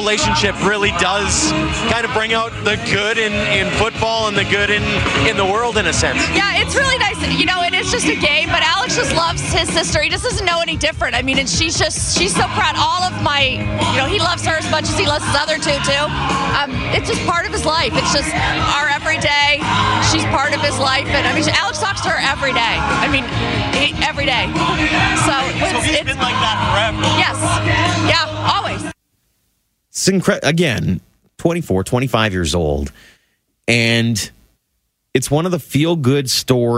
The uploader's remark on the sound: At the Grey Cup rally downtown.